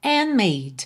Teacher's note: Você não ouviu o D de and, que eu já estava fechando os lábios para o M de made.